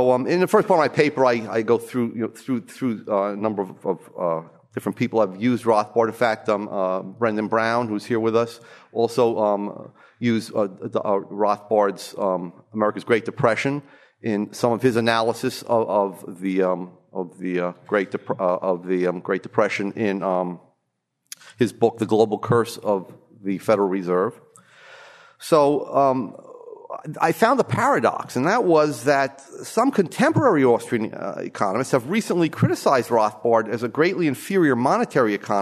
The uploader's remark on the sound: From the session on "Studies in Business Cycles," presented at the Austrian Economics Research Conference. Recorded 22 March 2013 at the Ludwig von Mises Institute in Auburn, Alabama.